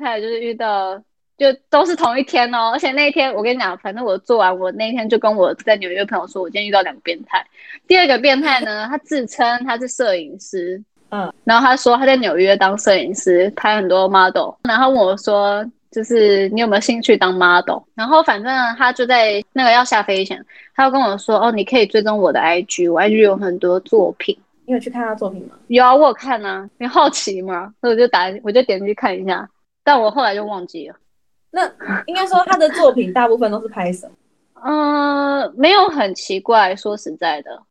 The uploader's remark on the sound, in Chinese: 因為她在美國 所以一樣是用遠距離的錄音。錄音品質沒有到很好 而且網路問題也有稍微小卡。